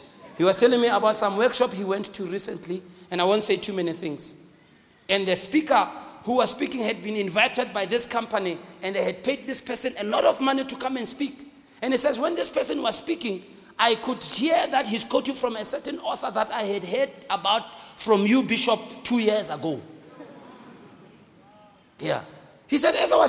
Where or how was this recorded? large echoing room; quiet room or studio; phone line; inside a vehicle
large echoing room